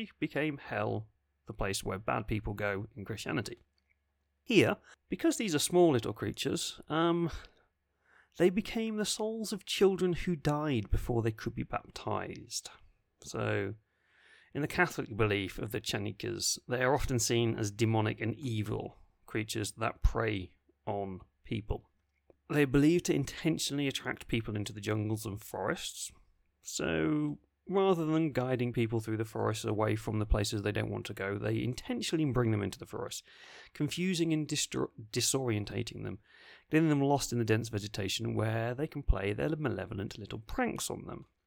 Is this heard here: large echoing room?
no